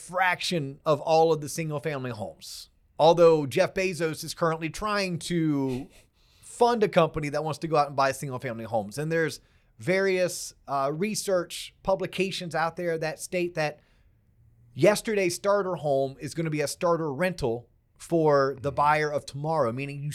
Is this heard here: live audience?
no